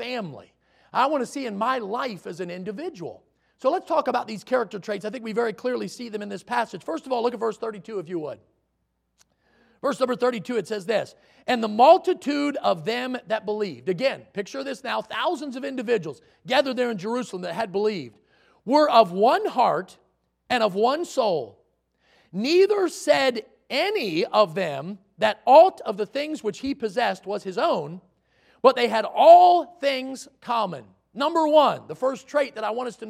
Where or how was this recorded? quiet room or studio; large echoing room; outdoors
large echoing room